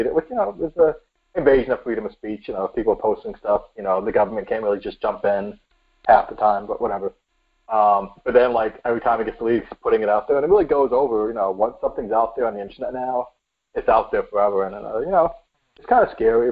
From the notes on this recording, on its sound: We are not letting a little recording issue get in our way.